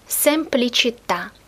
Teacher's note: Ударение на последний слог в данном существительном